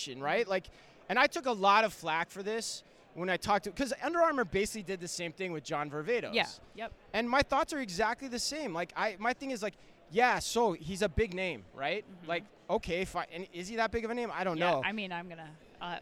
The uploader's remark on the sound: live from Manifest